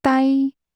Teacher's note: Stay, using a high-level tone.